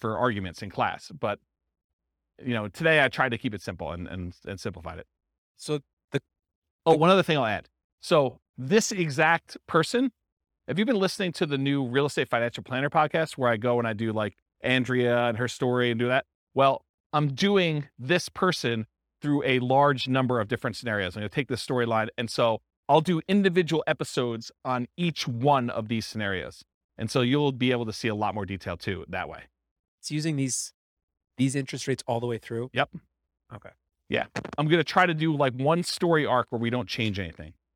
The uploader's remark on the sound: This was a live class recorded